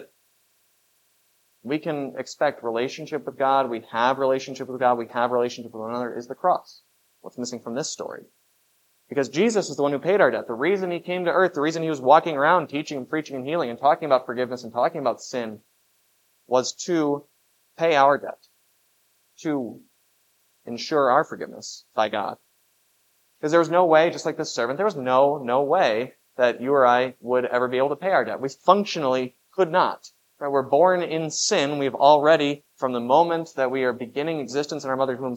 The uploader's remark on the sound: was preached at Grace of God Lutheran on September 17, 2023